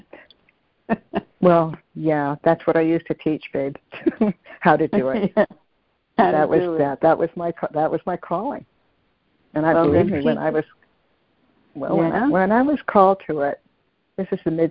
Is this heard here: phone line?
yes